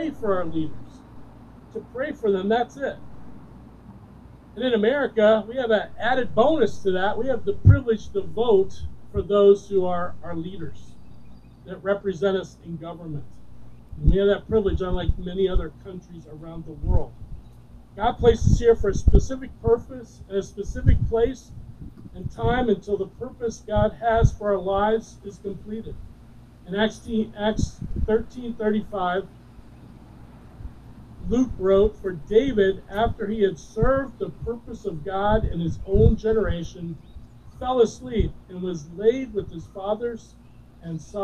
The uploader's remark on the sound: Recorded During an Outdoor Service